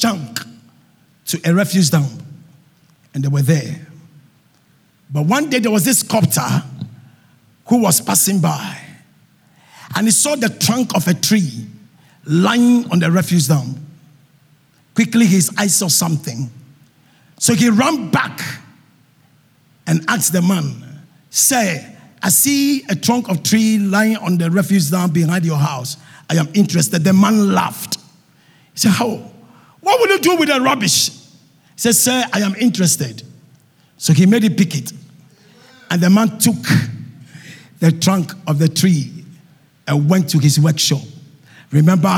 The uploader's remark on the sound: Sermon preached at CBC Shiashie Campus